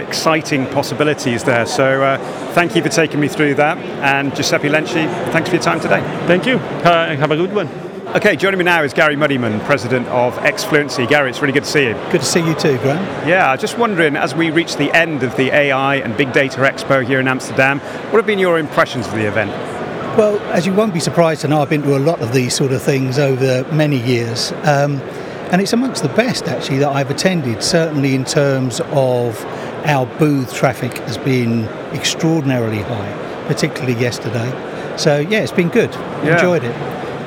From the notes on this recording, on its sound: AI and Big Data Expo, Amsterdam. The third and final episode recorded at the AI and Big Data Expo. The event took place at the RAI in Amsterdam on 26th-27th September. We recorded a series of interviews from the Exfluency booth with a number of the speakers and attendees at the event.